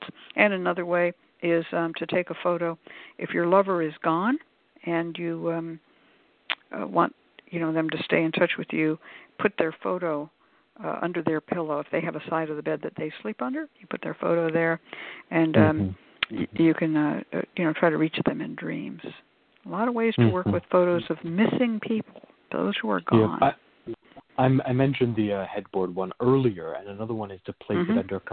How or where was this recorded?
phone line